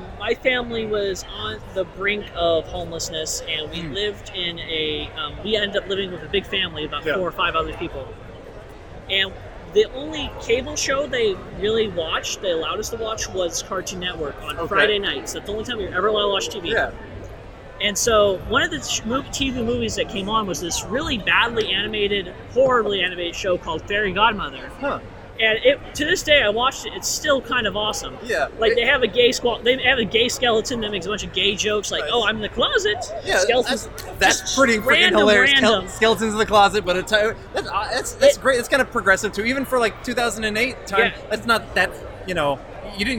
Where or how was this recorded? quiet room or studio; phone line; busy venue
busy venue